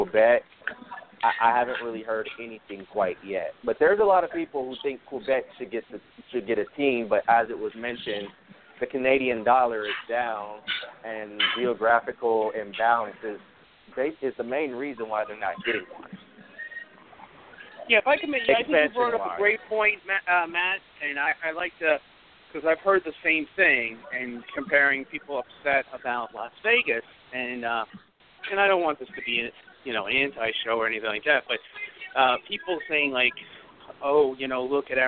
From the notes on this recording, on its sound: live from the Encore Hotel and Casino in Las Vegas